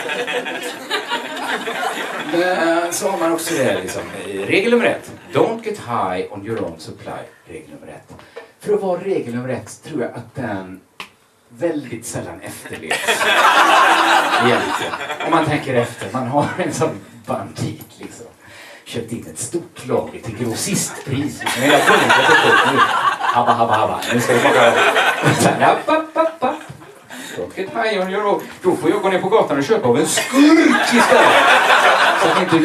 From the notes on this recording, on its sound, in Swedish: Inspelad i mars 2020 på Bonden Bar i Stockholm.